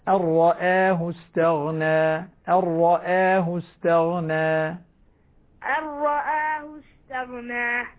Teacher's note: فخم الراء ورقق الهمزة